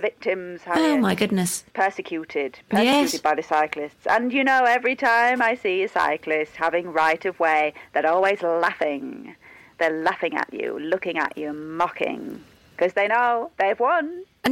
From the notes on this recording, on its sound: Daily radio show. This week it's a phone-in special!